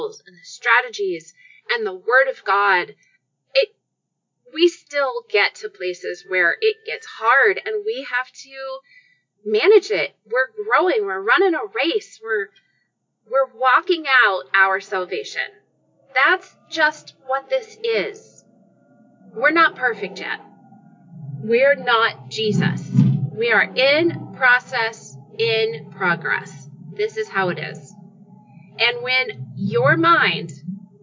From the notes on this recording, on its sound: the sound quality may not be great